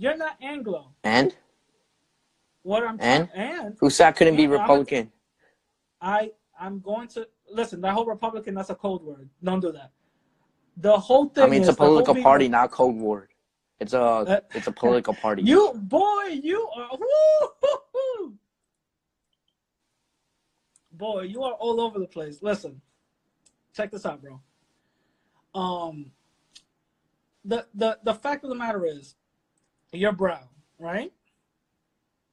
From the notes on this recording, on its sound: a debate i had on instagram live